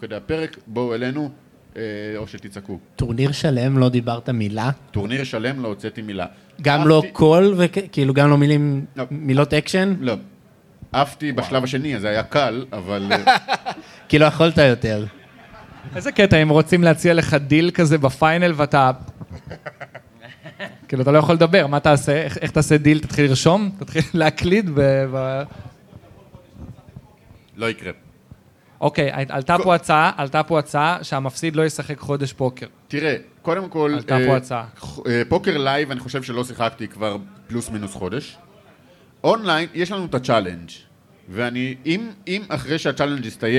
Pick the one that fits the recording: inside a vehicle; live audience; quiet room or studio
live audience